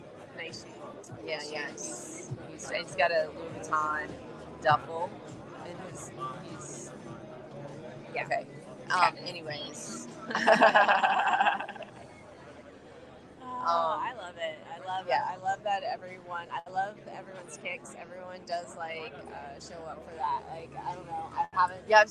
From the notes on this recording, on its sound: MJ BizCon. Live from MJBizCon.